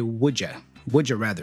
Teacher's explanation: you could even reduce the u to a y, right? And then you could say would ya.